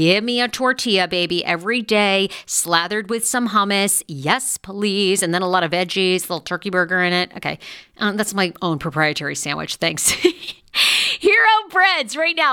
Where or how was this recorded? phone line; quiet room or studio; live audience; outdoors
quiet room or studio